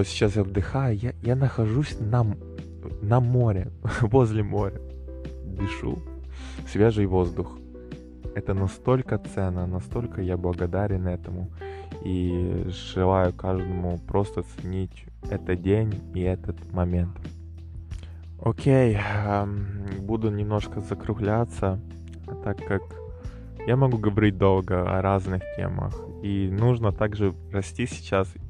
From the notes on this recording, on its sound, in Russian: Выпуск был записан возле моря, что придаёт свою определенную атмосферу